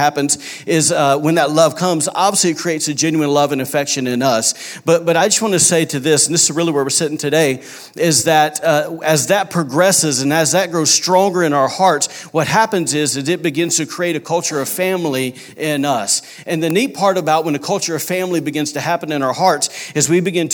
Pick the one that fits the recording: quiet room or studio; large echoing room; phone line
large echoing room